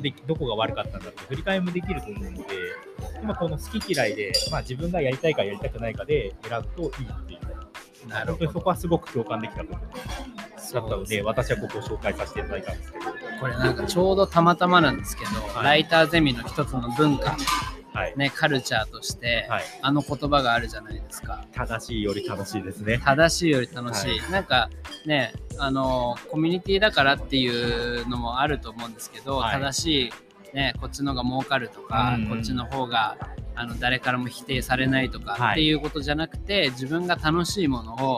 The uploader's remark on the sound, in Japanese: 逗子にある渚橋珈琲で、読書会をやり、その後ラジオ収録してみました